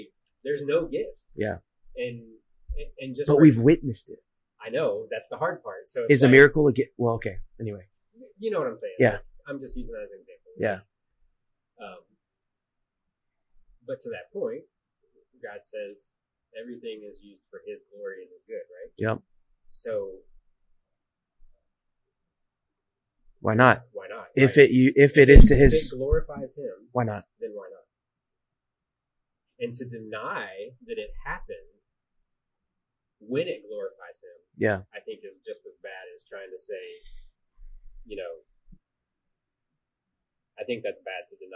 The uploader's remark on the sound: We had some technical difficulties that will be fixed in upcoming episodes!